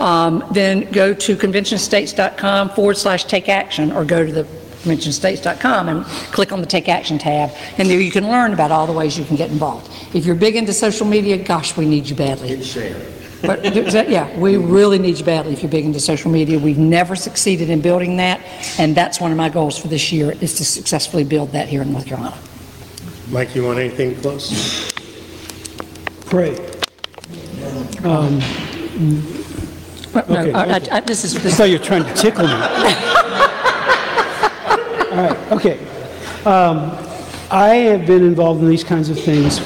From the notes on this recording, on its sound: North Carolina Town Hall Q&A 2023. Excerpts from the Q&A portion from a town hall in North Carolina.